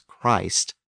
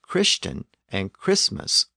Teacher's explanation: We pronounce the name with a long vowel as Christ, but we pronounce the words Christian and Christmas with a short vowel.